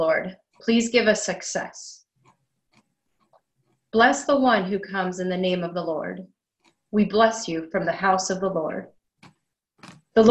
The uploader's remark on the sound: Our Zoom streamed Good Friday Service.